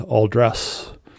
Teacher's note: it's basically pronounced as one word without the D at the end, all dress.